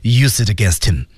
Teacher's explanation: use it 连读，use it against 连读，him against him 再连读，四个单词完全连读